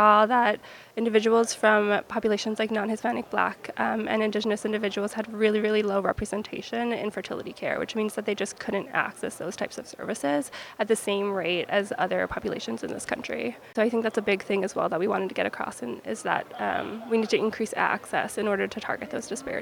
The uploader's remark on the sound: Live from ASRM 2023